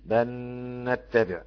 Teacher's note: بالإدغام، وطبعا هيضغم اللام في النون فتبقى نون مشددة، فتغن حركتين